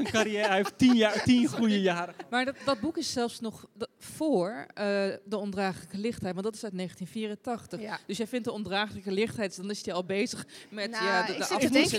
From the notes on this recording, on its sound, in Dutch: De Groene Amsterdammer viert haar 145-jarige bestaan, en op het lustrum in ITA namen wij live een aflevering van Boeken FM op.